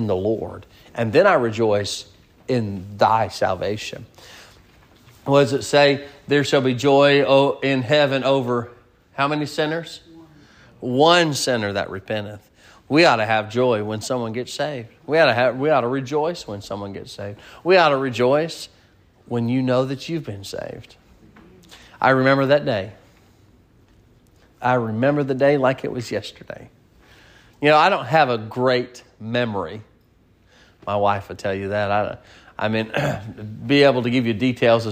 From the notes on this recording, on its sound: Sermon preached at Mid County Baptist Church